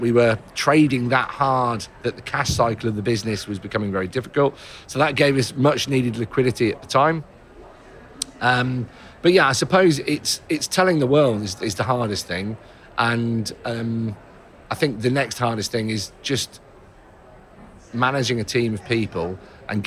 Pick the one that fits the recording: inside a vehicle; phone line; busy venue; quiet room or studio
busy venue